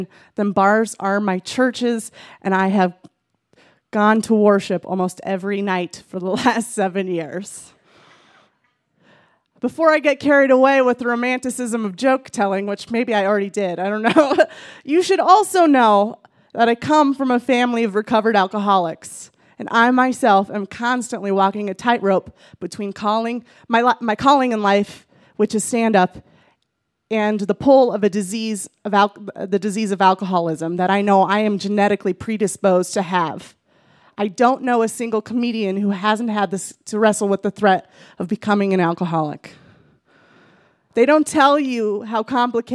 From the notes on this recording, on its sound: recorded live on 19 July 2017 at Buntport Theater in Denver, Colorado.